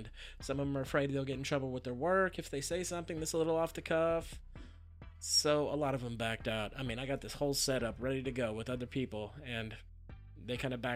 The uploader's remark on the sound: Audio may be a little peaky but it was only 8 minutes so I didn't want to have to edit too hard.